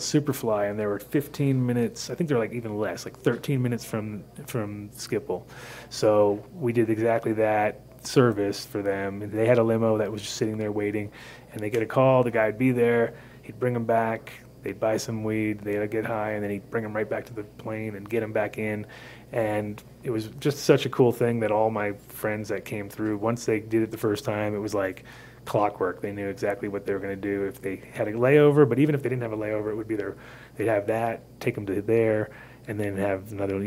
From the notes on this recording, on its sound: Live From The Coffee Joint